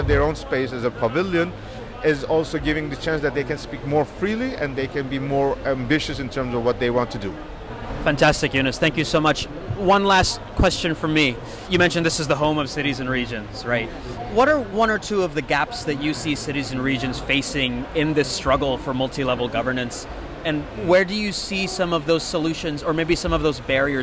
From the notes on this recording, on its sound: Live from COP 27. We hear from a range of experts that we caught up with at the COP floor.